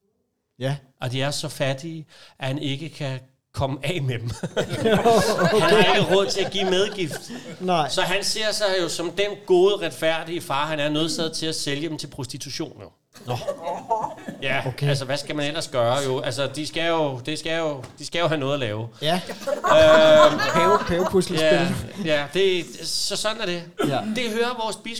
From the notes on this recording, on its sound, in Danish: Optaget live i Kulturium, Ishøj.